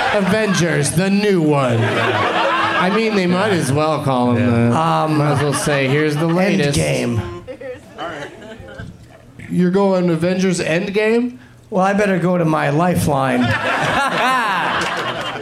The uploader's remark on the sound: Live from The Punch Line in San Francisco